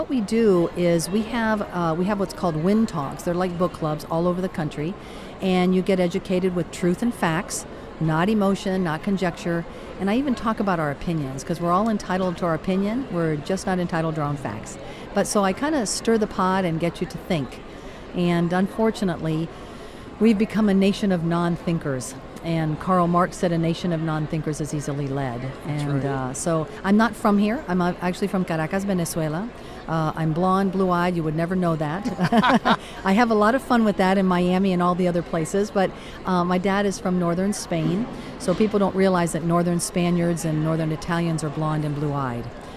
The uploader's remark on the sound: Great live interview at the Florida Parent Educators Association.